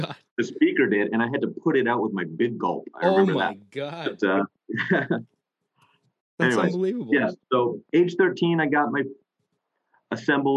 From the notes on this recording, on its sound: chat with me via zoom